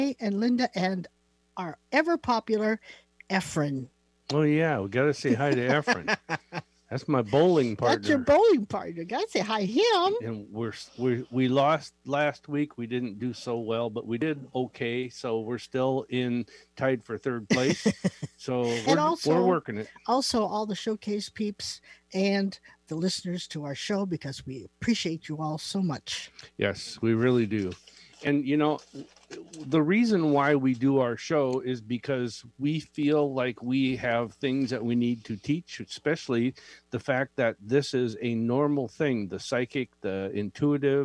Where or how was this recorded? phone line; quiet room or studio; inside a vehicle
phone line